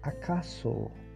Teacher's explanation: acaso o som não é um som de Z, mais um som de S, acaso. Muitas palavras em espanhol escritas com S, né, em português tem som de Z, mas em espanhol não.